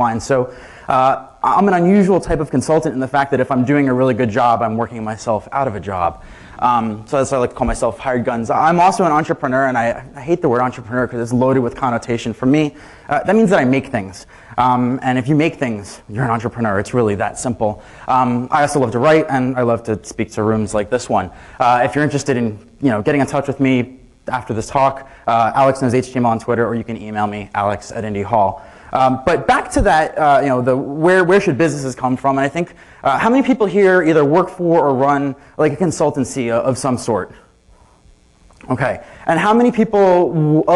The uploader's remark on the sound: Keynote from "Queen City Merge" conference (full recording, unedited). At the closing keynote from this 2012 conference for the creative community in Cincinnati, Ohio.